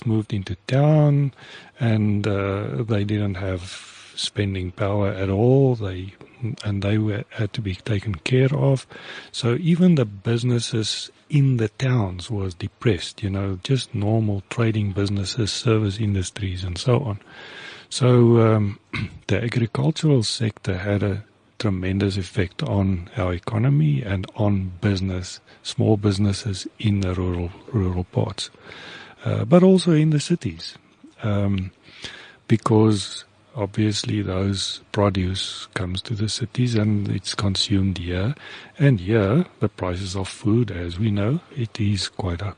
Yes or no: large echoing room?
no